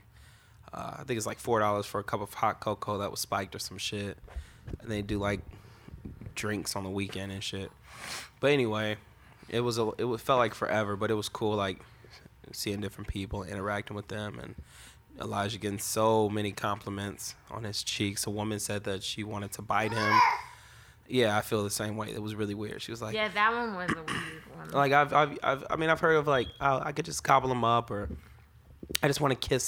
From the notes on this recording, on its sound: is very vocal during this recording.